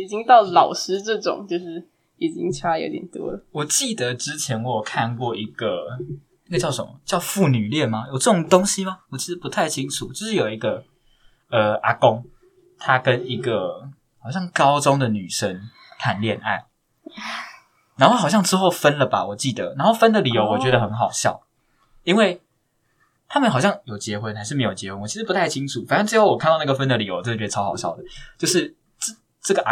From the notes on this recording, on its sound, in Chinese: 因為收音的問題，可能會有些不太清楚。